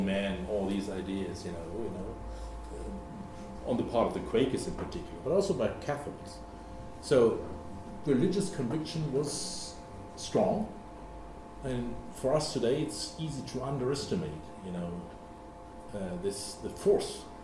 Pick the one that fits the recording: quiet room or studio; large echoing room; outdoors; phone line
large echoing room